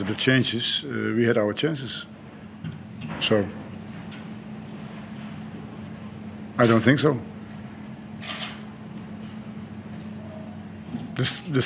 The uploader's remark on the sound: Post-Match Press Conference | Hyundai A-League Round 12.